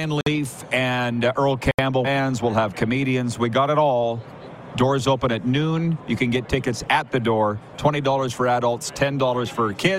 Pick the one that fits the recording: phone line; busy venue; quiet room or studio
busy venue